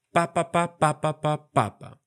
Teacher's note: Al papapa, es decir, una sílaba acentuada seguida de dos débiles, como en débiles, se le conoce como pie dactílico y es muy frecuente en español.